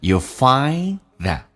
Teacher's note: find the d 不发音， that 的 t 也不发音